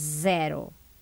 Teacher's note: Tonande S i början av ord.